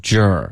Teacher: Jerk,你要嘟嘴 J,然后要有一个儿化音 Jer,别发 Jack,这个 J 的音不对，然后 A 也不对， OK?停不下的追梦人。